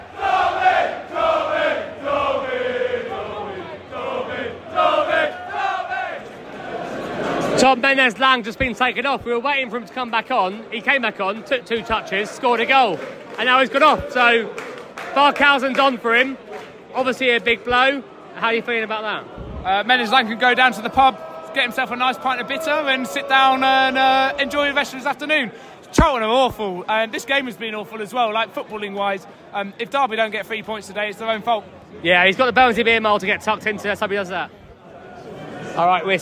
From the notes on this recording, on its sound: SBW At The Match: Charlton Athletic (A). Recorded throughout the day and directly in the away at The Valley, this is our audio adventure and highlights from a gritty, hard-fought 1-0 victory.